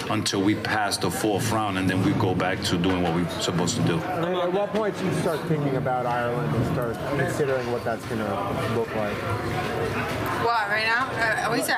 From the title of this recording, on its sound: Post Fight press Conference